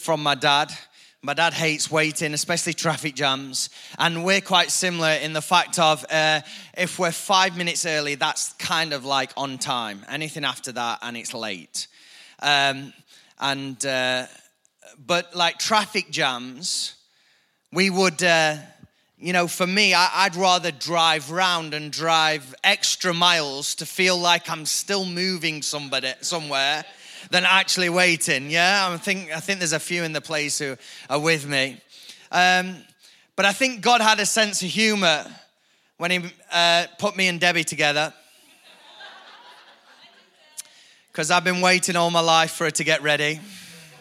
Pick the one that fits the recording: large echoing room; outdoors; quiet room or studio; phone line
large echoing room